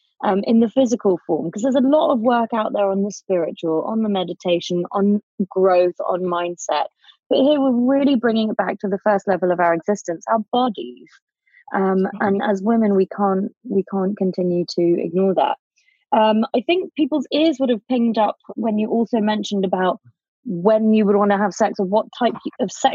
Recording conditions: video call